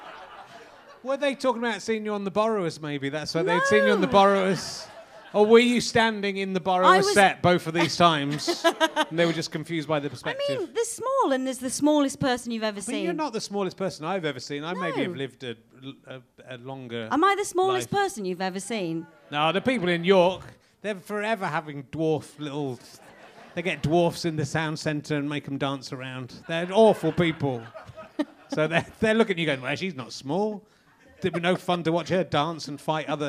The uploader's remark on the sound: RHLSTP comes to the Great Yorkshire Fringe. The York audience have fun trying to name different kinds of cupboard and being insulted.